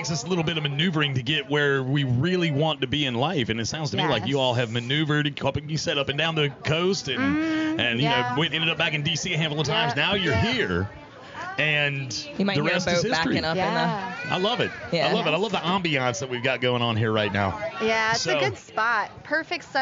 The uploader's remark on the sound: The Outer Banks This Week Podcast goes on location! Record live at The Wreck Tiki Bar in Hatteras Village.